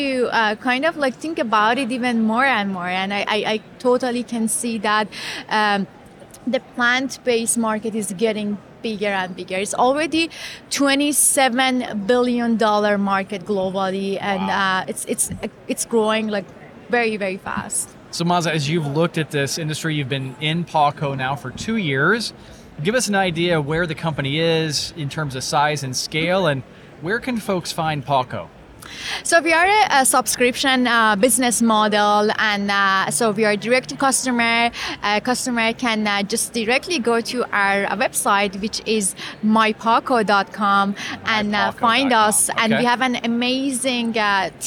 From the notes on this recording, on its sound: during the Rally Innovation Conference in Indianapolis